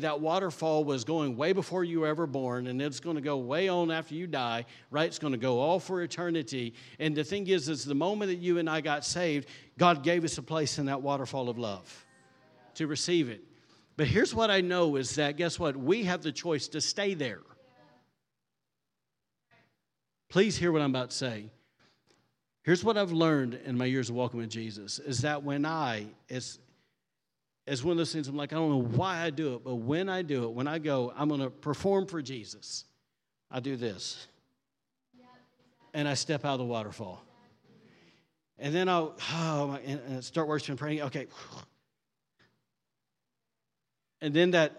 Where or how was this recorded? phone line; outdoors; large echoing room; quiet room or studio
large echoing room